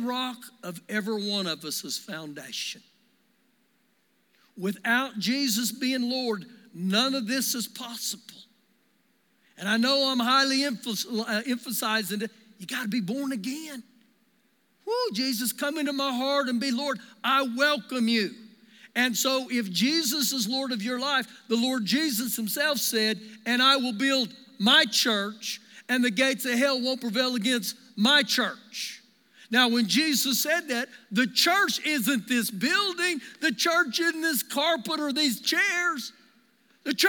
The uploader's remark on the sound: Recorded live during our Sunday morning service